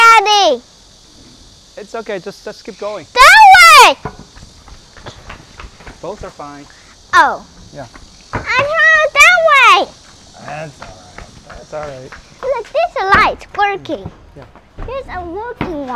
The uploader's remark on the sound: Summer Evening Walk and Talk